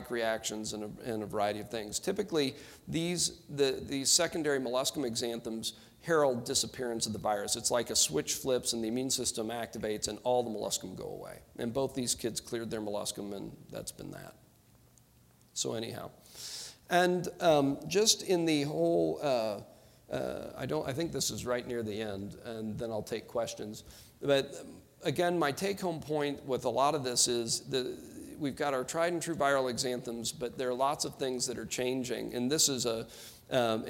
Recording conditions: busy venue